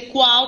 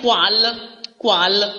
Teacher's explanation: com a letra L que se torna um fonema U, quase U · Shown in: first take · vamos dizer.